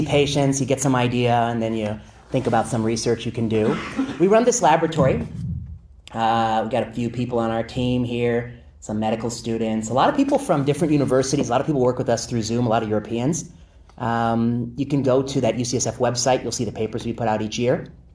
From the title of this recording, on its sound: Lecture at UC Berkeley